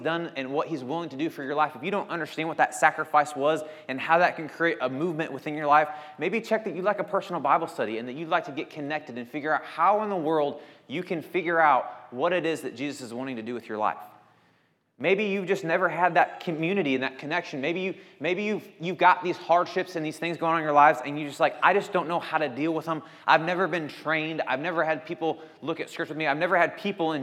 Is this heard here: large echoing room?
yes